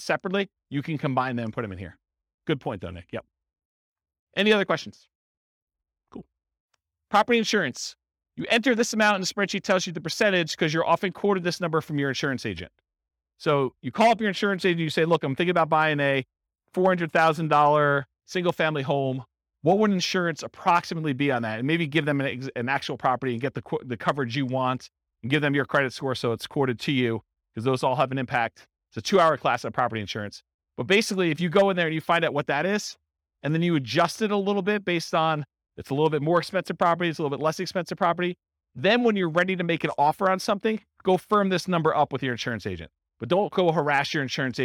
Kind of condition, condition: setting, live audience